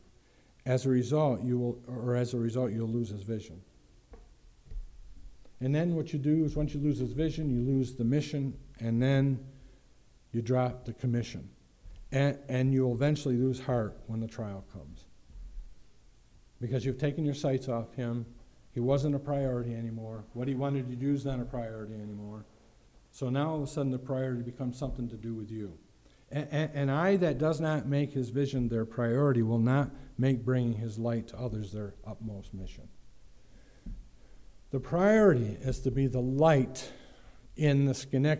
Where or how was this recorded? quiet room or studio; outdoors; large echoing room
large echoing room